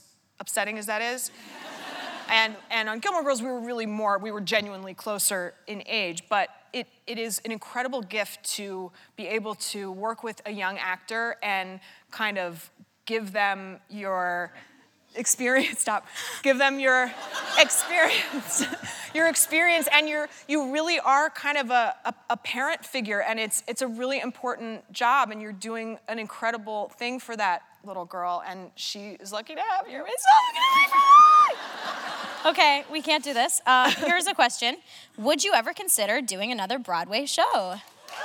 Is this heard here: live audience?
yes